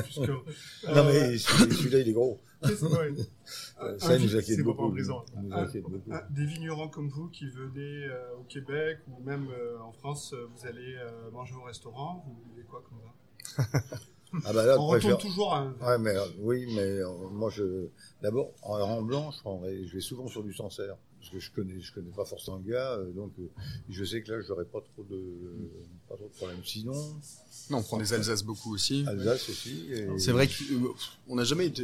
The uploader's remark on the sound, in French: Enregistré au restaurant Annette.